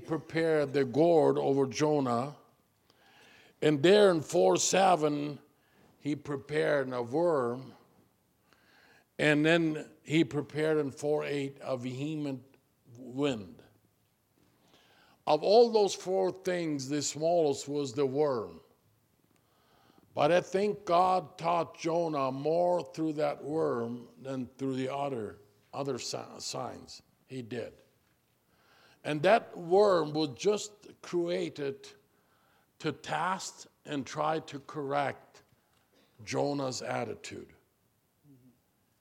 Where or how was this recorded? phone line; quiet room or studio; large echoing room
large echoing room